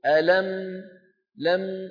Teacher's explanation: شايفين المط البسيط في الميم؟ · Term: مط بسيط